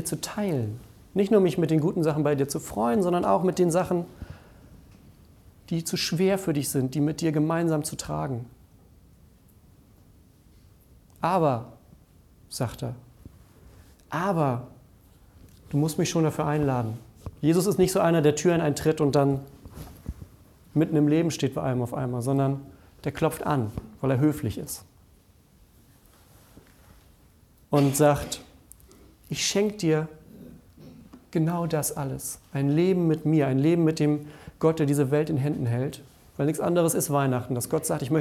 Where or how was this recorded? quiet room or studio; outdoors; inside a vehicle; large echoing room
large echoing room